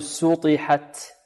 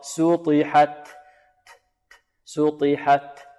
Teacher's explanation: سوطيحت سوطيحت سوطيحت حاء، والحاء مرقة والتاء فيها همس همس، وكما قلنا سابقا أن هذه التاء نهمسها ولا نأتي برائحة السين فيها · Shown in: second take